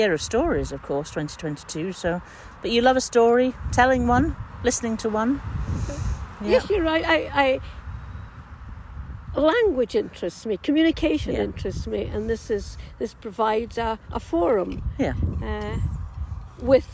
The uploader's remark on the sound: which was recorded ‘in the field’ at the dig site